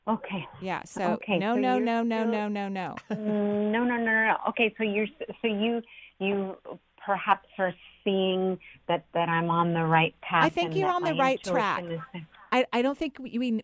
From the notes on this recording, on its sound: doing a call-in show today!